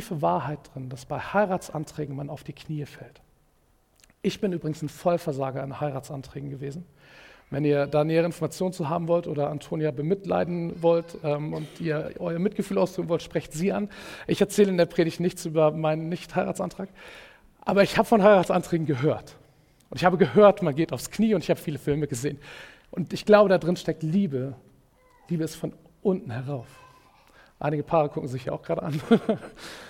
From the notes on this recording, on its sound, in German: Predigt im Rahmen des GreifBar+ Gottesdienstes